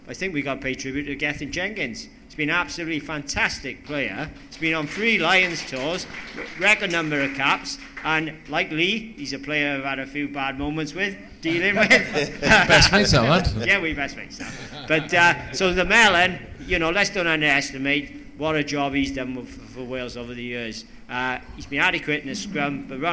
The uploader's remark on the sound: A live Six Nations debate. Fielded questions from a live audience ahead of the Six Nations.